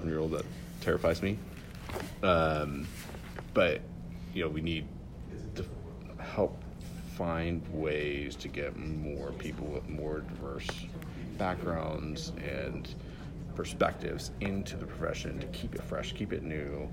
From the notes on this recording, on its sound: This interview took place during the AIA Conference in Las Vegas in 2019.